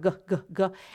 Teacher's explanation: So when there's not a nipple in the mouth, they're moving that tongue back a little bit for g, g, g